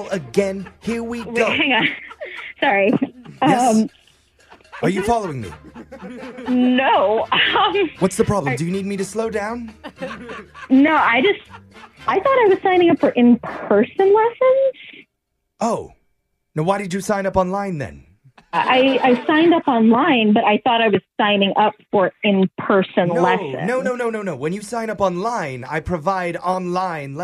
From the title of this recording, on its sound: Over The Phone